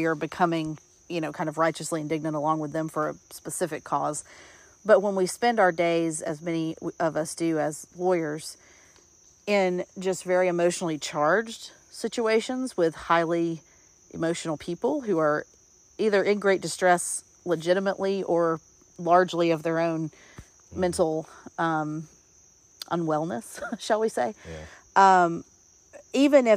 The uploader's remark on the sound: we taped this one while engaging in some Forest Bathing